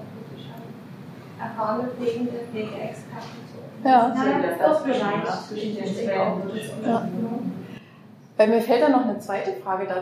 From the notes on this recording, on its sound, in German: Live-Mitschnitt vom Workshop "Praxisentwicklung in der Praxisanleitung". Einblick in die vergangene Pflegefachtagung "Summer School" der EHS Dresden.